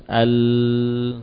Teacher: memperpanjang suara, aliran suara sampai nafas kita habis. Al bisa sepanjang nafas kita.